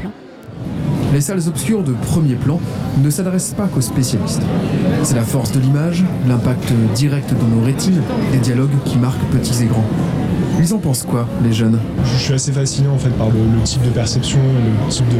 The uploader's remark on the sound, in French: nous plantons nos micros dans le hall du Centre des Congrès pour suivre au plus près le festival Premiers Plans